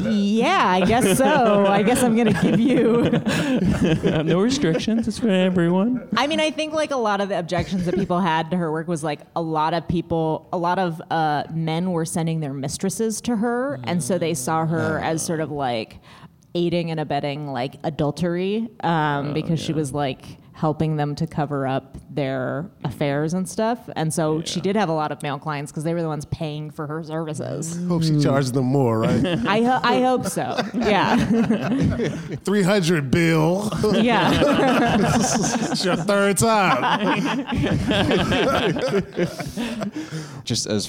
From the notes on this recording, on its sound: LIVE episode of The Cracked Podcast